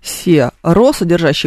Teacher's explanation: не будет слышаться ни О, ни У четко, а будет какой-то такой неопределенный открытый гласный звук, что-то вроде такой лягушки, если вы учили когда-то английский язык, помните, что такой звук там тоже в транскрипции встречается.